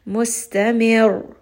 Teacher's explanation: Now I'm giving ra a little bit more emphasis. You hear a little bit more power on this word. And this raising of the voice is very slight. · Term: nabr